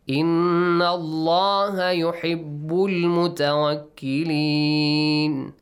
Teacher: Noon mushaddad. Nasal sound, two counts. Stretch it, extend it.